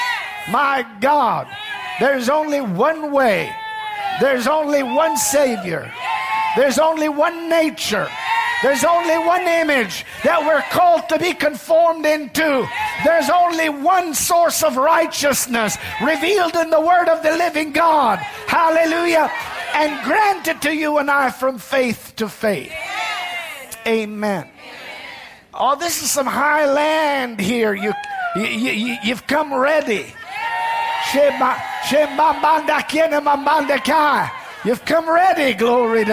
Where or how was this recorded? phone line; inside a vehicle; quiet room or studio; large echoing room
large echoing room